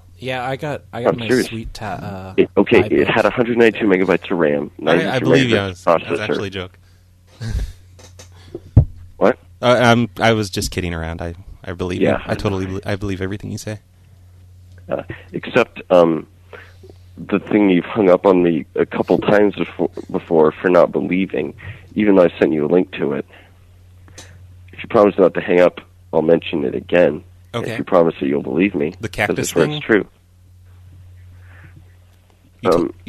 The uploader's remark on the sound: …'s Personal Prank Phone Calls Collection.